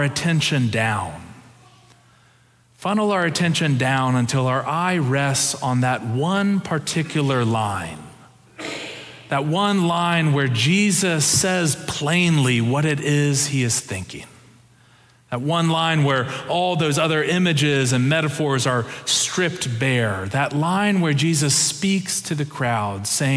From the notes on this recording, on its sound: Preached October 23, 2022 in the Traditional and MorningSong Worship Services.